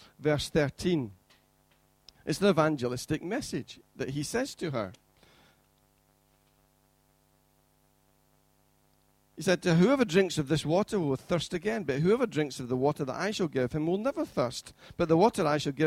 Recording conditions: large echoing room